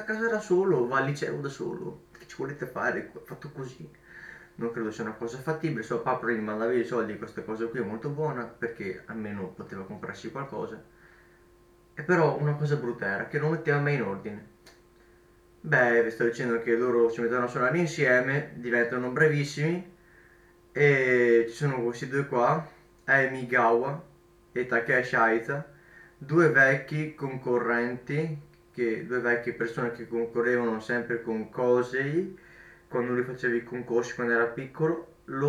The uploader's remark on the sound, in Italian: scusate l'audio un po' metallico ho sbagliato a settare il microfono.